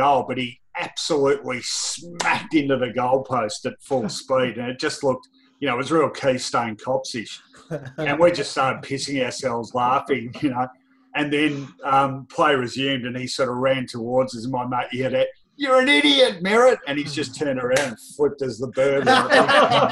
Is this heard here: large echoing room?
no